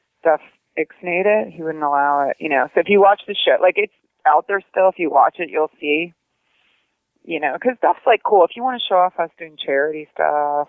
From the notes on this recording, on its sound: phones into the Str8hustlin.